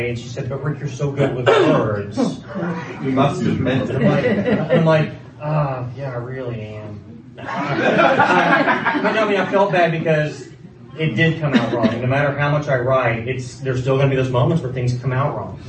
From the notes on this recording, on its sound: This podcast is an audio recording of the session. At EdCampOKC.